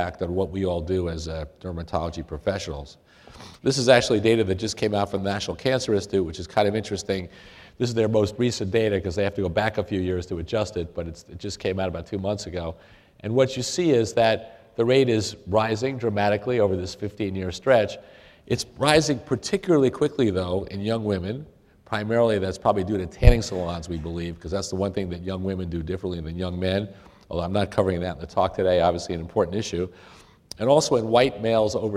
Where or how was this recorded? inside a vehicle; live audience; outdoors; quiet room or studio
live audience